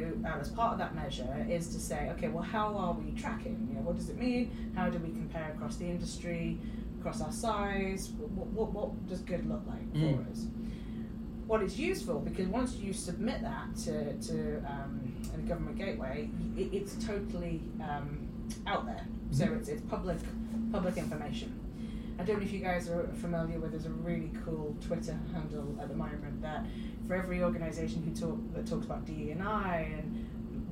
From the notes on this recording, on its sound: We had a mic issue during the filming of this episode so please excuse the audio quality.